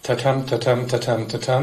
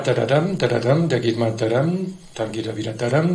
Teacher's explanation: es geht auch nicht so abgehackt, nicht so akzentuiert wie im Deutschen, und der Akzent sitzt nicht vorne, sondern hinten. · Shown in: second take · Sprich, es ist eine völlig andere Struktur, eine andere Melodie, andere Konsonantenfolge.